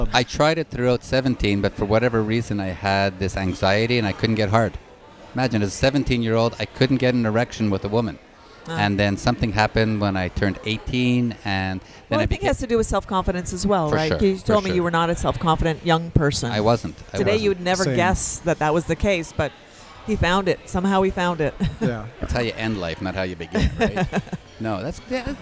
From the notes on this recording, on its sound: on location at Hedonism II Resort in Jamaica